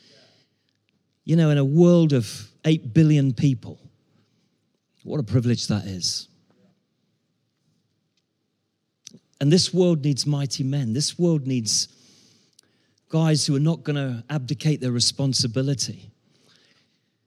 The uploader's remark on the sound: Talk that was delivered at Ascend Summit 23 in February. We can't recreate the warm atmosphere of 120 men after they've sung their hearts-out.